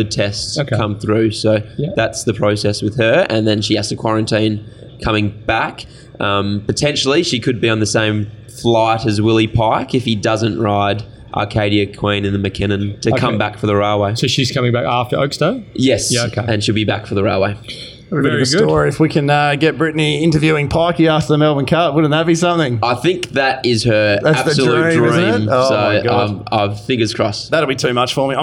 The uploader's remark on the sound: Sitting pretty in the 1900 Bar at Ascot racecourse